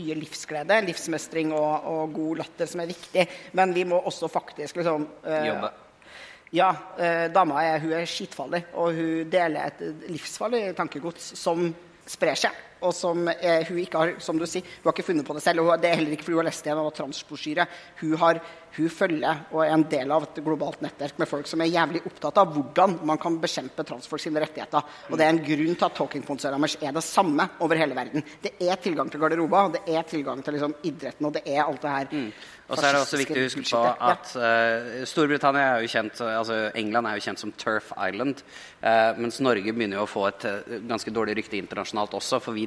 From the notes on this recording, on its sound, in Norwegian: Live fra Arctic Pride